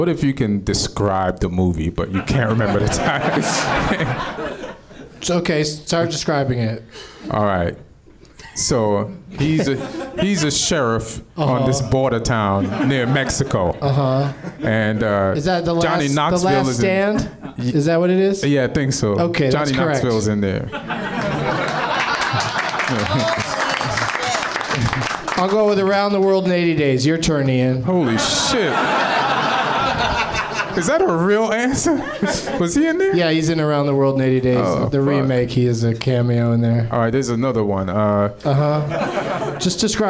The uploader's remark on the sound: Live from the NerdMelt Showroom in Los Angeles